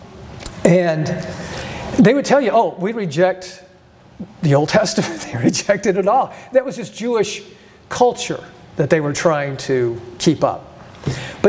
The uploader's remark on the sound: presents for the third session at the Be Not Conformed Conference in June of 2023